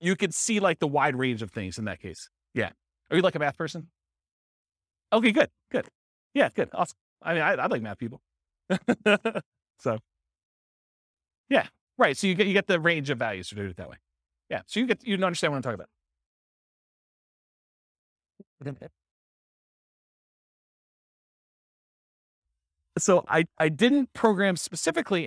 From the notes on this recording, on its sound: This was a live class recorded